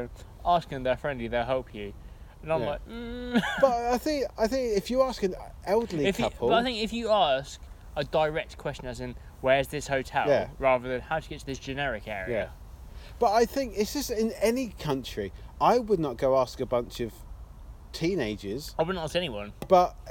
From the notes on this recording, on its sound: This week, we’re back outside on a nice warmish March evening.